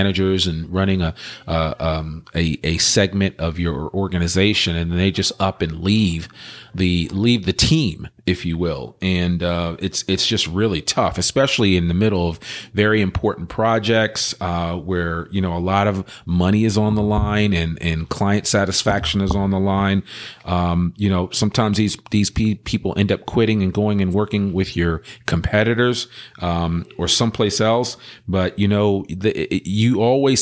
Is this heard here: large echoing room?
no